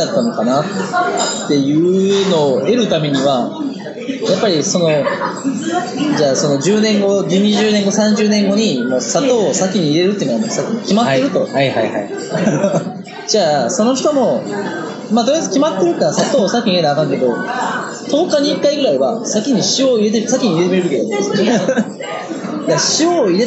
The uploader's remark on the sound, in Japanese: 昼からひたすらビールを飲み続けた屋外録音のため、頑張りましたが音質が悪くなっております。